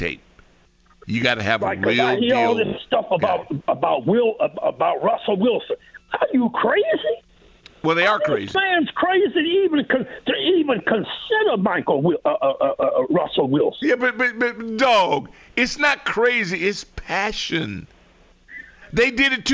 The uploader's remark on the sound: Turns to the phones to hear what Commanders fans are rooting for right now.